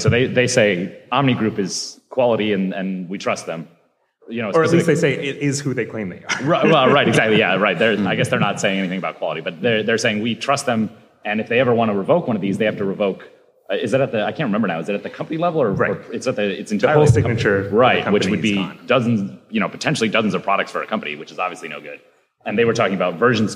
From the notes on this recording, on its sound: This week, a full panel of guests joins us live at the NextDoor developer conference.